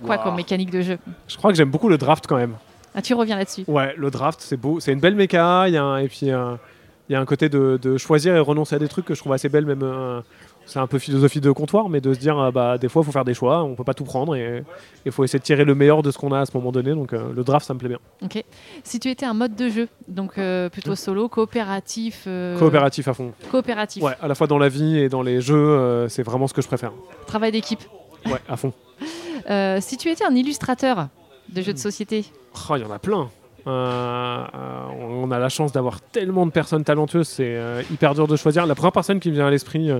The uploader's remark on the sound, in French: Rencontre lors du Festival Paris Est Ludique 2023.